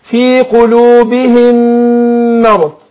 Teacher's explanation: لو شفنا المصحف هنقول كلمة قلوبهم، الميم الأخيرة دي معرة عن الشكل، ما عليهاش أي تشكيل، وهي طبعا ساكنة لكن ما عليهاش علامة السكون، وبعدها الميم في كلمة مرض مشددة مفتوحة، فدي علامة إن الميم الأولى أدغمت في الثانية بقت ميم واحدة مشددة